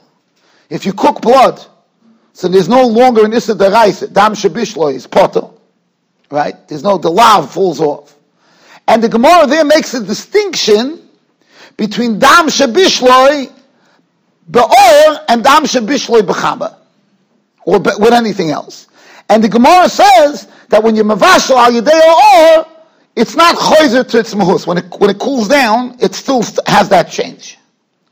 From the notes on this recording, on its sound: Shiur recorded in Yeshivas Ohr Reuven, Monsey, NY.